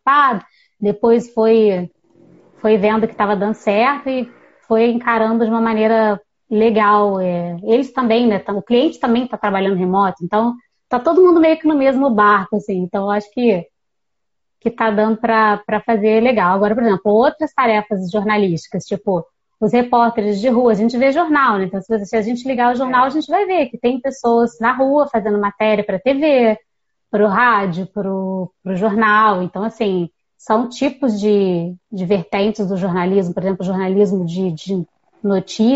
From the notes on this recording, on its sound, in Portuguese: no formato de live no instagram no dia 24 de setembro de 2020